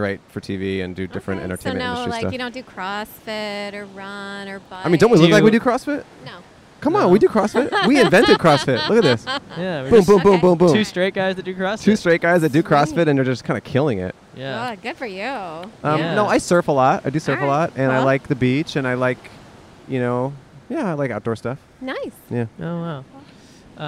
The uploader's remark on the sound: Recorded at the beach in Manhattan Beach, CA.